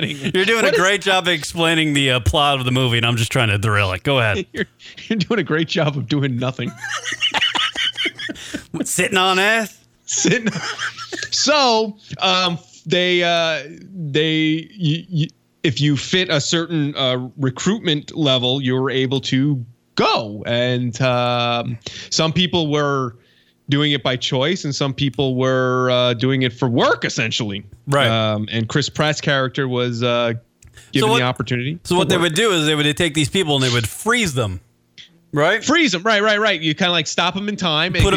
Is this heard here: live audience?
no